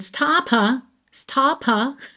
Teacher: tem esse a, que é um som extra mesmo, como eu acabei de falar, stop termina em P, né, stop.